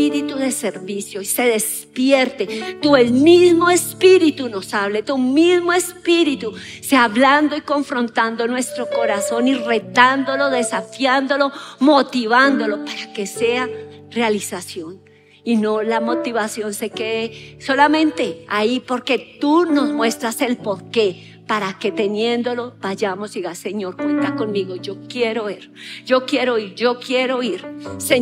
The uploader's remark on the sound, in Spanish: Grabado en auditorio Sin Muros Ministerio Internacional